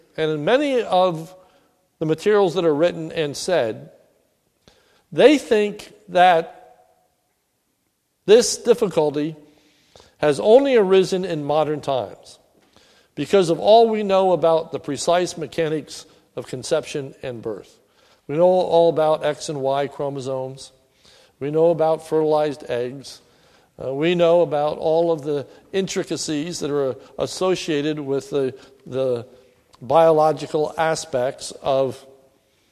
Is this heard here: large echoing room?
yes